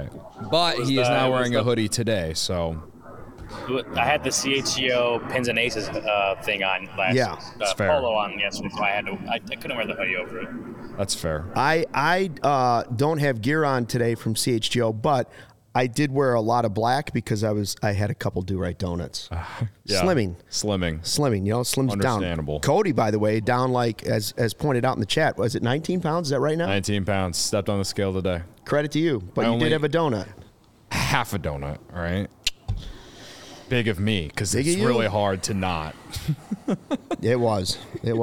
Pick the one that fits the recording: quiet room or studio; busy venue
busy venue